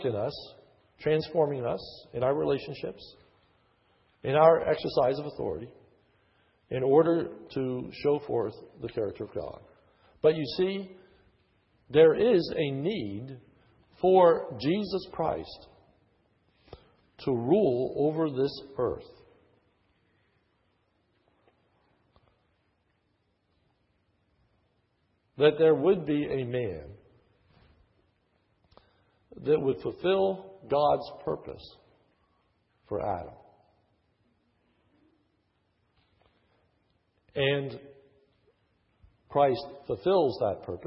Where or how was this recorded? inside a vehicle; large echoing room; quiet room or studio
large echoing room